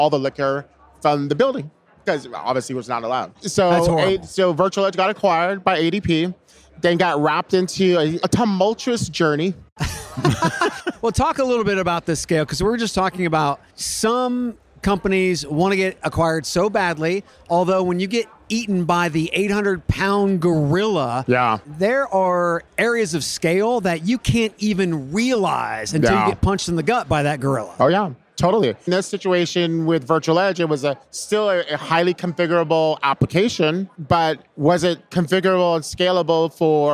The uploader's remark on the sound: Live from UNLEASH America in the Workhuman booth